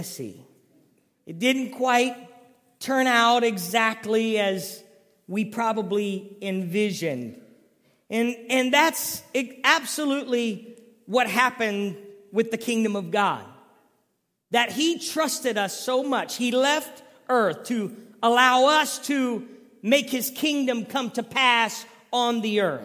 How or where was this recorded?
large echoing room